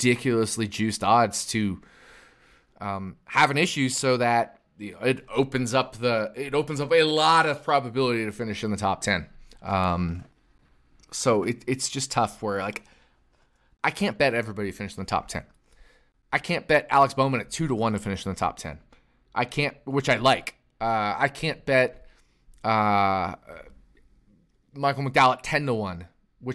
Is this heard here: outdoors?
no